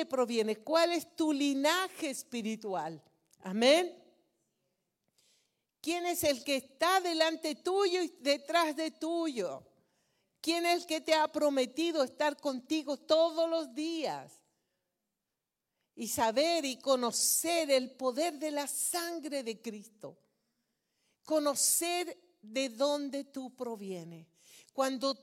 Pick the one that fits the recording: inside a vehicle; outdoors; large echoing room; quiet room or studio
large echoing room